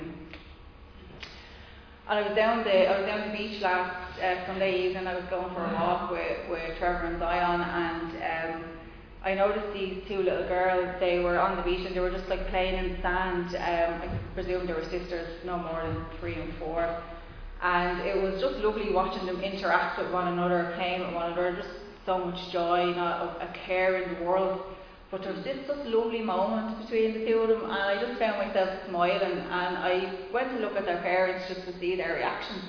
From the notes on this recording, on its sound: Recorded live in Liberty Church on 29 August 2021